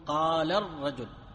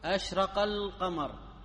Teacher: الألف التي قبل اللام في أل عند الدرج في سياق الكلام تسقط · Term: ألف الوصل